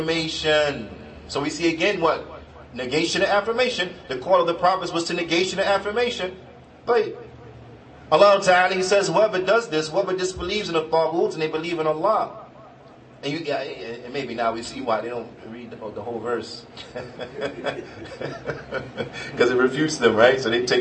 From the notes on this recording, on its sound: Lecture hosted by Basic Islam CA & Dar Al-Fuwaid Islamic Centre, Toronto, Canada